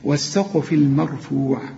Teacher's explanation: والسين مرققة والقاف هي المفخمة وقلقل القاف